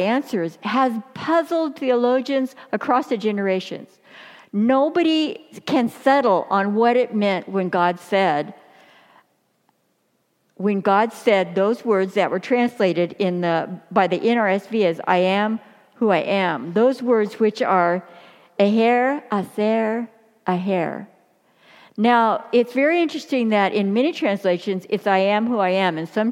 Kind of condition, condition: setting, large echoing room